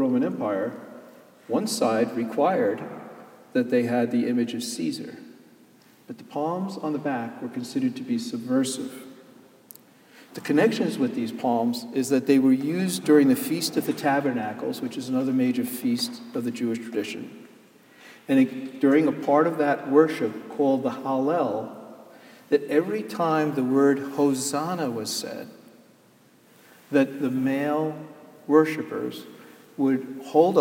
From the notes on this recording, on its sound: Sermon Delivered on Palm Sunday, Jan hus Presbyterian Church and Neighborhood House, NYC.